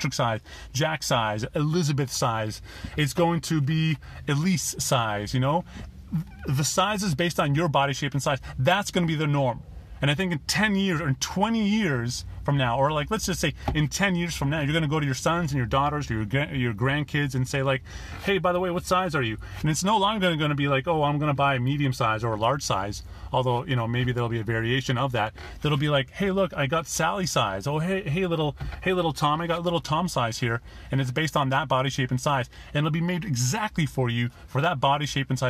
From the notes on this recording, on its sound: Listen to this podcast episode, which I made in my car from my Google Pixel 2 XL - unedited version...